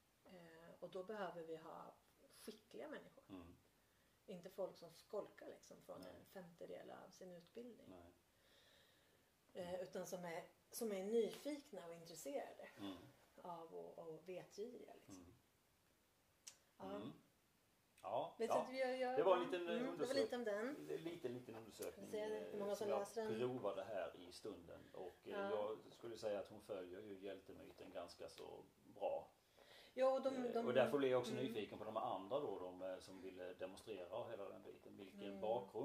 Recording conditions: poor sound quality